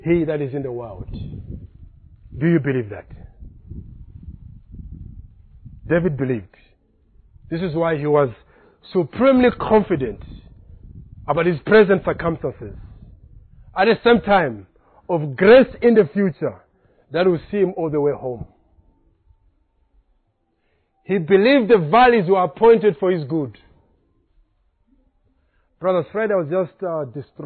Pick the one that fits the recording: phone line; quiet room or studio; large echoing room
large echoing room